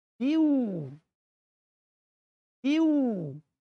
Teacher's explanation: تنوين بعديه واو واو واو، خلاص يبقى ادغام بغنة